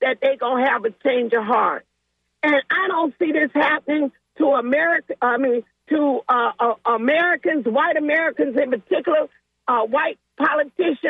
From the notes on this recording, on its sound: Unique magazine format call-in show.